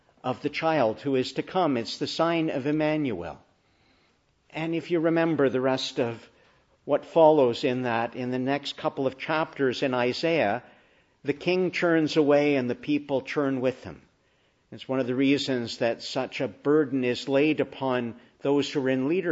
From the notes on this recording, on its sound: Preached in the Annunciation of the Blessed Virgin Mary, Ottawa, on our Feast of Title.